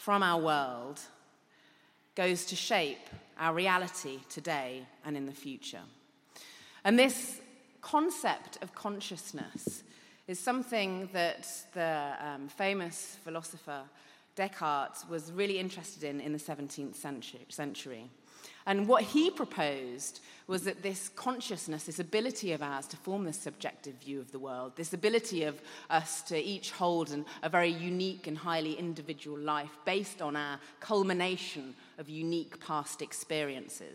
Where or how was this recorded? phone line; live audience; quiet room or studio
live audience